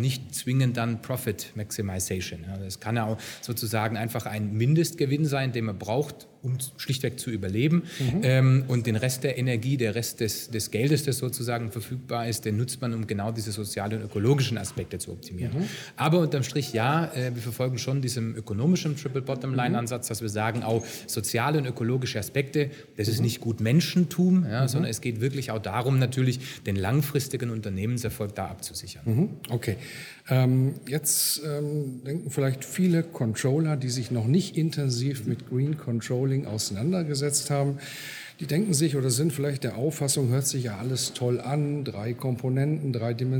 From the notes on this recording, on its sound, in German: Congress der Controller in München. Der Performance Manager Podcast war live vor Ort und hat auf der größten Controller-Fachtagung in Europa mit den Who‘s Who im Controlling geredet.